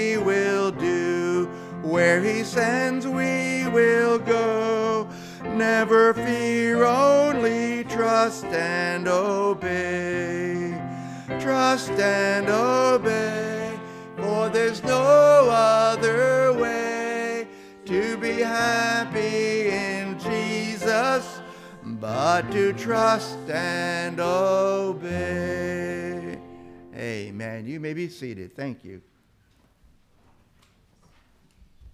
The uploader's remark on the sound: This is the audio from the entire service.